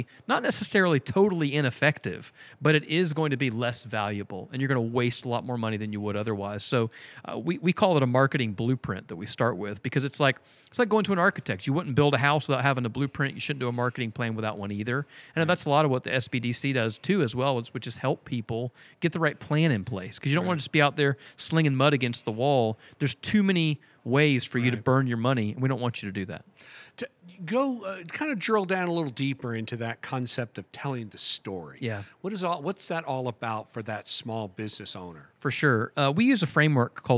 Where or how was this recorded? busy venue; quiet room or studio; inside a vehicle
busy venue